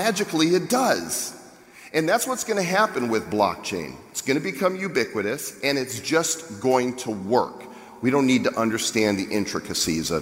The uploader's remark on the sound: Gave the closing keynote at the annual Social Media Marketing World event in San Diego. We have the entire audio of this keynote to share.